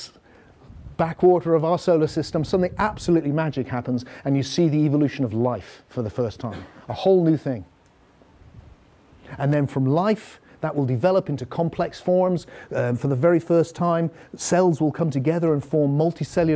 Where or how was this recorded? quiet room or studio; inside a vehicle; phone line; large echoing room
large echoing room